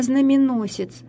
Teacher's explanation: то есть тот, кто носит знамена, «знаменоносец». Но один слог «но» упал вот в результате гаплологии, получился «знаменосец». · Term: гаплология